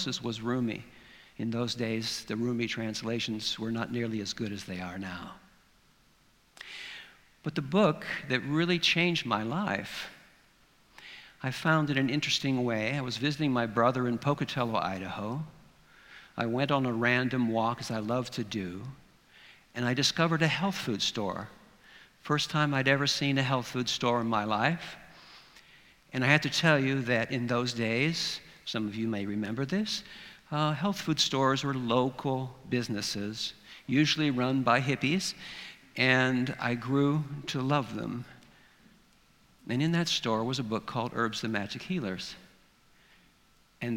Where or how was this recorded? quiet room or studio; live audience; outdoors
live audience